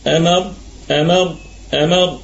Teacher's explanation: طيب ما أمر، أمر الكلمة كلها مرققة والراء مفخمة والهمزة محققة في البدء والوصل